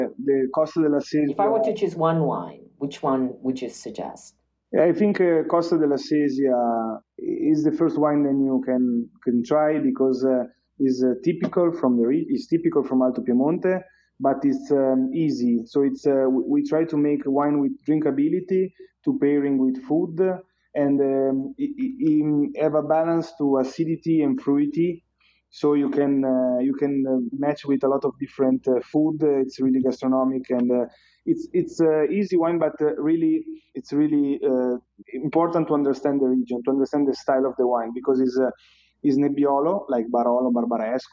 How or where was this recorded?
video call